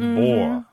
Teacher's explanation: it's even just bore, you know, without the D and the all, and it's all kind of gone.